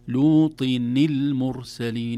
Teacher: هذه النون هي نون التنوين التي التقت بالساكن بعدها فحركت الكسر